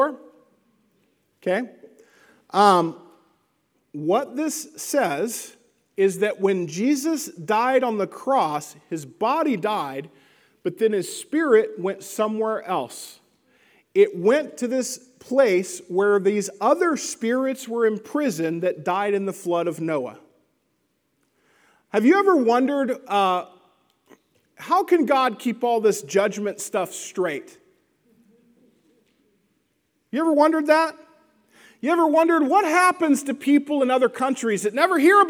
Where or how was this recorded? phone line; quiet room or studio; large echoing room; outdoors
large echoing room